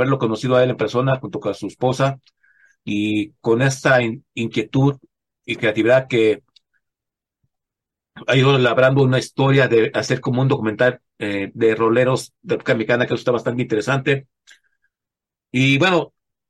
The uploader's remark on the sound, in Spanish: Charlamos via zoom